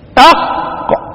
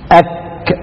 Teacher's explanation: أق أك أسفل، يبقى عندي أقصى اللسان، أقصى اللسان مخرجين ليه، لحرفين، أقصى اللسان فوق، أقصى اللسان أسفل، أقصى اللسان فوق الإيه، القاف، أقصى اللسان أسفل الكاف